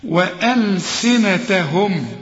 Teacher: وألسنتهم، هنا أنا وقفت ضميت شفايفي عشان حقف وحسكن الميم